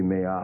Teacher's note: So it'd be me-ah. Me-ah with a kind of a smooth, a breathing sound at the end